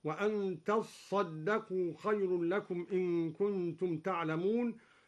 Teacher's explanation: أصلها تتصدقوا فأدغمت التاء في الصاد